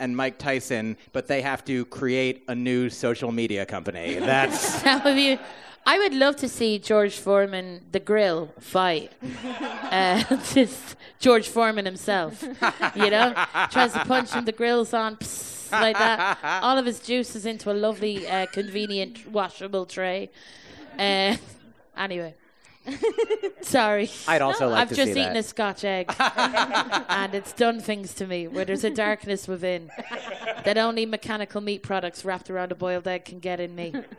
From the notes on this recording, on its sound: Recorded in front of a live audience of Garglers, and possibly confused newcomers, at the Edinburgh Fringe Festival.